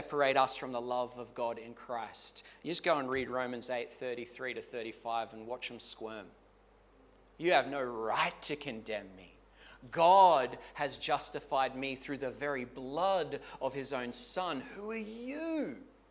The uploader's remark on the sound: Clarence Valley Community Church. This sermon was preached at both South Grafton and Maclean.